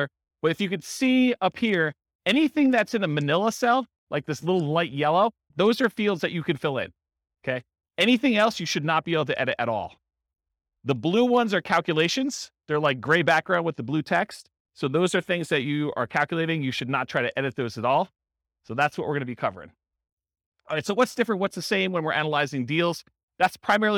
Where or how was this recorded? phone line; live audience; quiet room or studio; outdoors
live audience